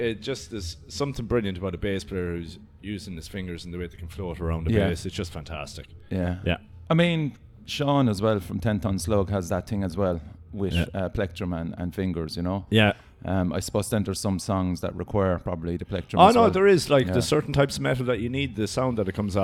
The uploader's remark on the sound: at Monolith Festival 2019 in Cyprus Avenue Cork